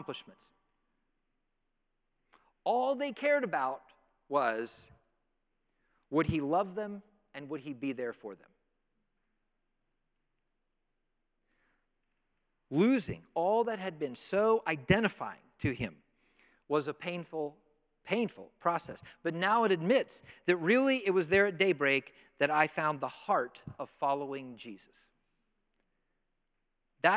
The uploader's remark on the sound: presented by Asbury Seminary Kentucky Chapel, recorded on Thursday, November 2, 2023 at Asbury Theological Seminary's Kentucky campus